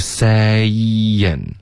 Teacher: Saying 发成了 san, OK,变成一个音节了